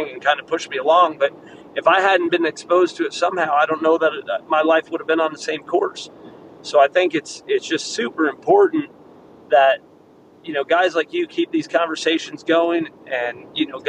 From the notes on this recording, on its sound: driving back from a rodeo, so the audio is a little wonky